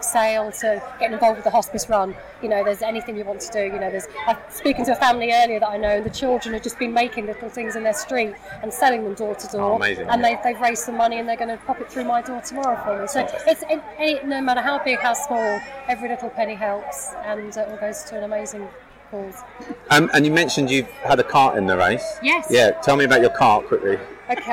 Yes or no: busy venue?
yes